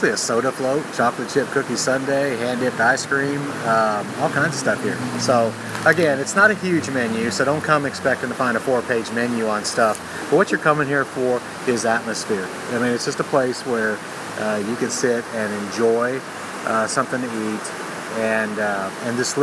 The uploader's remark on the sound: live at Friendly Falls, a very cool roadside stop with one of the best waterfall dining views in the Smokies